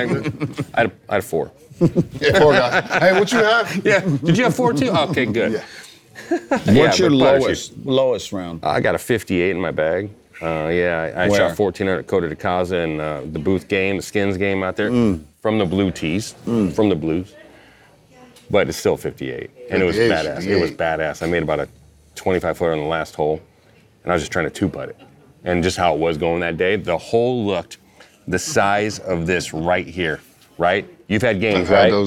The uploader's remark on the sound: We're on location at The Hay in Pebble Beach.